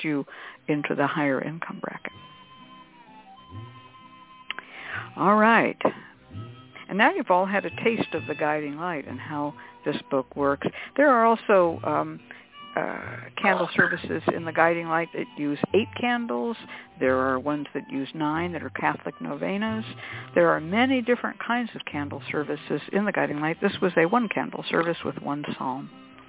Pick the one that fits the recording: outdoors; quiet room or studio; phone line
phone line